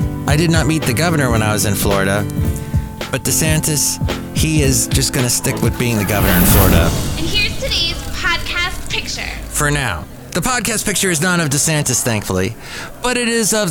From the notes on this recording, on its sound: podcasts live from Café Anyway